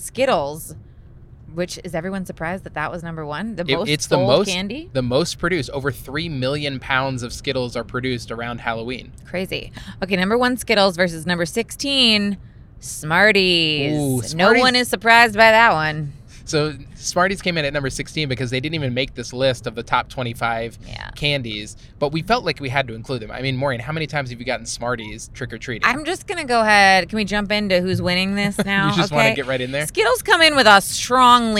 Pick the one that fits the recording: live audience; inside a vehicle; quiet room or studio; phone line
inside a vehicle